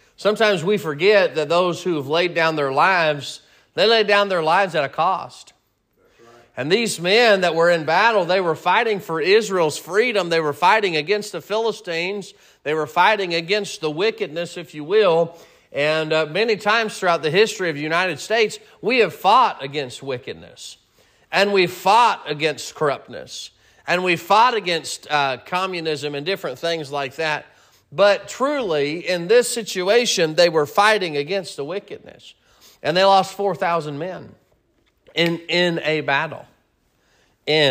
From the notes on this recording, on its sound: Sermon preached at Mid County Baptist Church